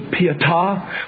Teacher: the proper way to pronounce it is the Pietà, with the emphasis on the last syllable. And Michelangelo stands by his tremendously moving piece of art, the Pietà.